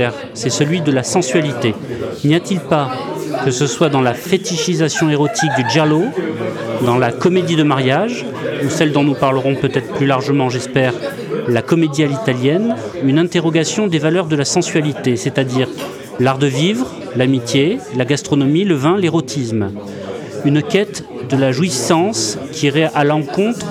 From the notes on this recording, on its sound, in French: Rendez-vous était donné aux Caves de Prague (Paris XII) pour une session enregistrée en public.